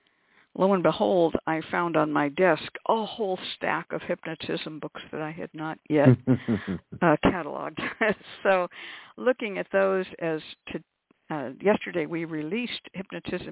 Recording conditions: phone line